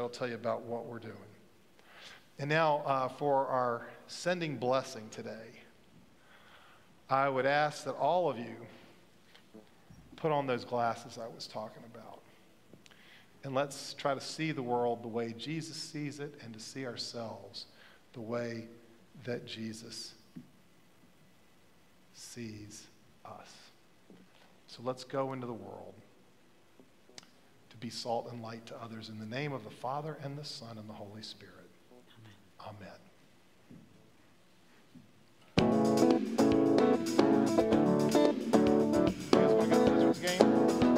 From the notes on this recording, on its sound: Pender UMC Contemporary Worship Sunday January 29, 2023 at 11:15 am